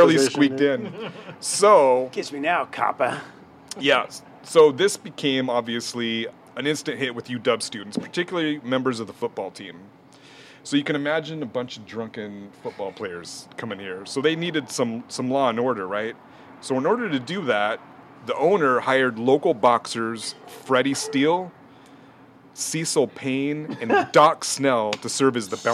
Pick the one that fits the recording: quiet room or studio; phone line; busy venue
busy venue